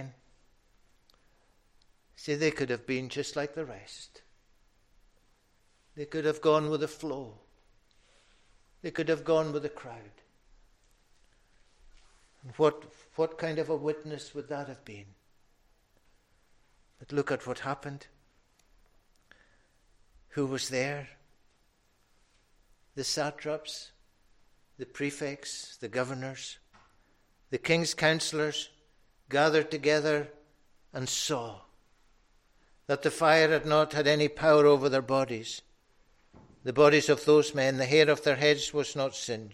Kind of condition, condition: setting, large echoing room